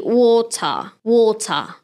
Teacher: So they would pronounce T, which in the States, they wouldn't pronounce T. So if you go to UK, they would pronounce T clearly.